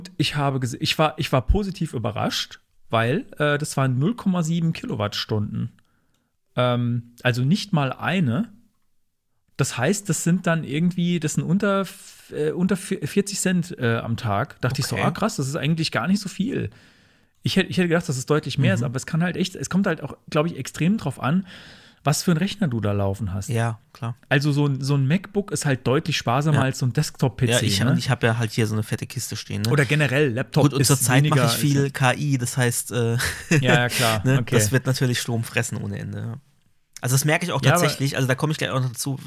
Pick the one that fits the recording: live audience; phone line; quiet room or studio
quiet room or studio